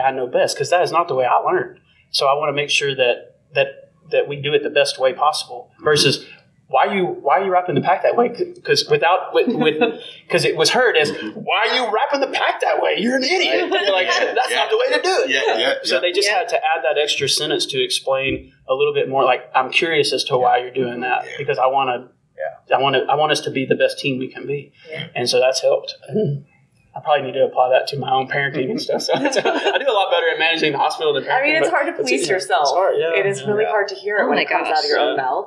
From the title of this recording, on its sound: Panel Interview from Connexity 2022!